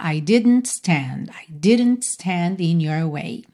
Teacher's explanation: Esse DN é como um som para dentro, Você bota a língua no céu da boca para fazer o D e já tá ali pro N, né, didn't, tá? Então você não precisa fazer didn't, como se tivesse um I no meio